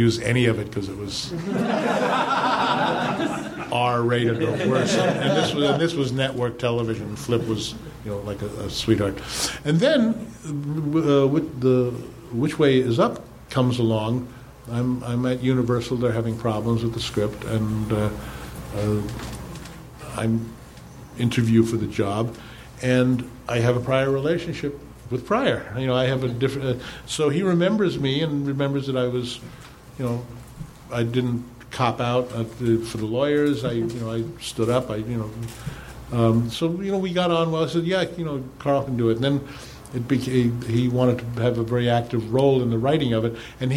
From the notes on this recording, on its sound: Recorded live at Nerdmelt on August 4, 2013.